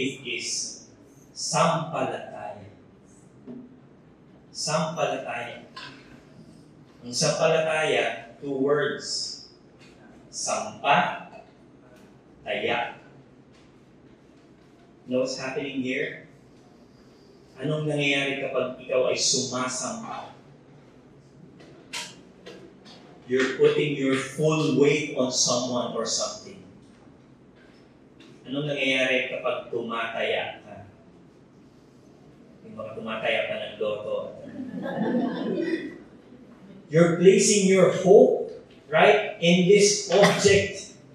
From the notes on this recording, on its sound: Technical issues have affected audio quality.